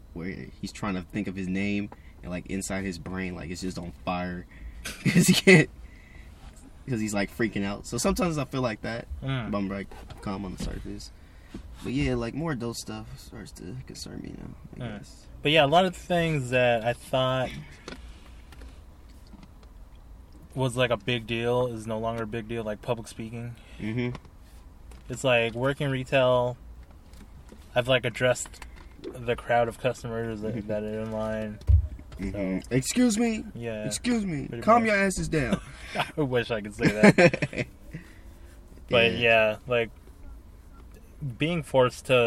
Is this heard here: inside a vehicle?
yes